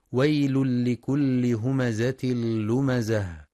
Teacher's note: ينتبه القارئ لإدغام التنوين في اللام إدغاما كاملا بغير غنة في ويل لكل، وكذلك في همزة لمزة، ويراعى بيان صفة الصفير في الزاي مع تحقيق كسر اللام المشددة والوقف على التاء المربوطة هاء ساكنة مع بيان صفة الهمس.